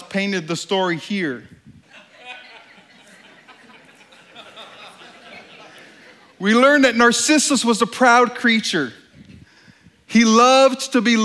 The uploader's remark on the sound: This talk at STORY 2016. This talk was given on stage at the Country Music Hall of Fame in Nashville, TN.